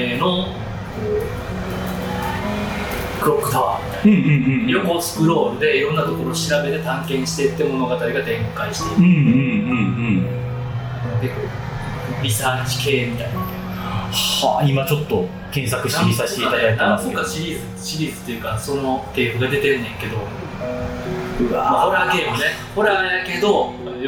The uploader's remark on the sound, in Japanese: 録音環境が騒がしく編集・調整しておりますが、少し聞きずらい所がございます。